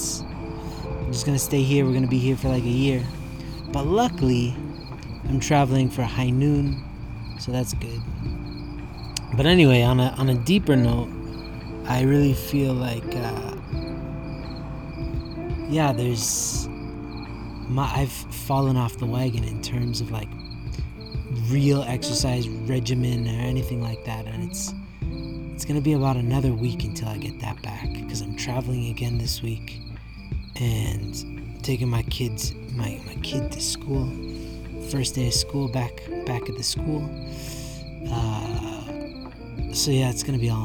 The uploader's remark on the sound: Tonight's recording is laden with the same crickets in the background as when I started my other podcast.